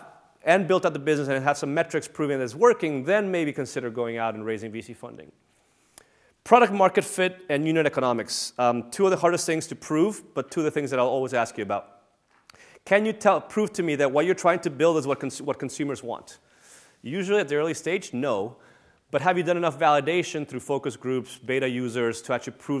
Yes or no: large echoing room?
yes